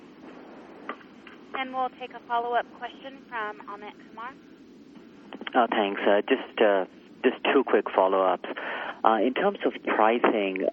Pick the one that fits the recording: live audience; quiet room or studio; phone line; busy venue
phone line